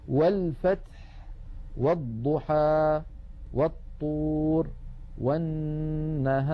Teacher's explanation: نجد بأن همزة الوصل سقطت لأنها قد سبقت بحرف فصارت في درج الكلام. والفتح، والضحى، والطور، والنهار.